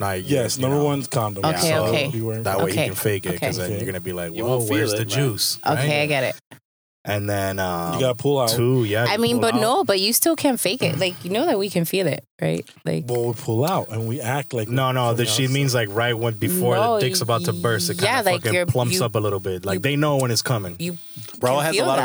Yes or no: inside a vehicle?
yes